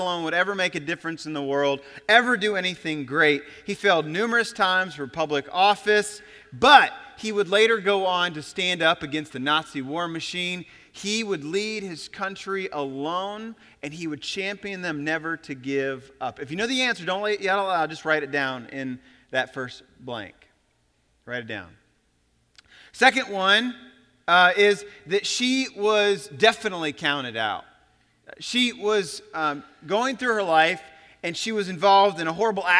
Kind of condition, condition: setting, large echoing room